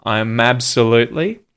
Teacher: I'm absolutely swamped at work. So the M and A at the start of absolutely are linking together.